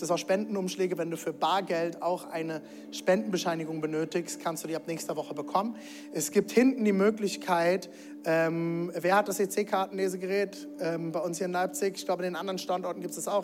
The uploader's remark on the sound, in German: Audiomitschnitt der Predigt